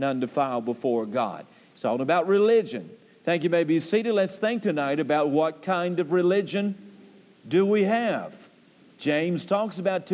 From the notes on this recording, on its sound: Temple Baptist Church Archive Podcast. During the PM service.